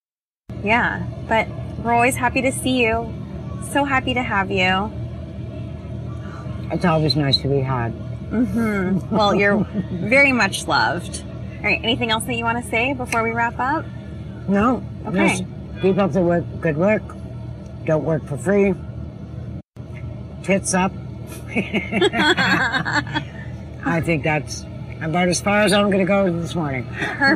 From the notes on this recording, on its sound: We are actually sitting outside and it sounds like we are sitting outside.